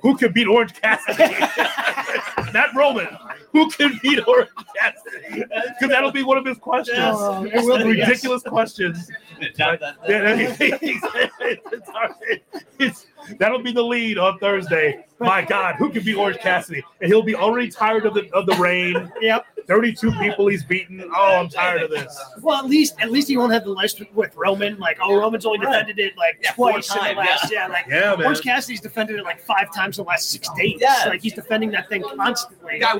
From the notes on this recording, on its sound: live from Starrcast in Chicago